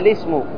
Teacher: الابتداء بهمزة الوصل مفتوحة وكسر اللام كسرا عارضا للتخلص من التقاء الساكنين